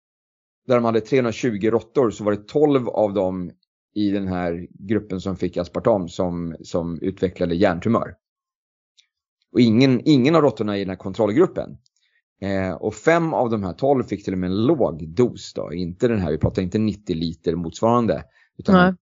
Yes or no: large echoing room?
no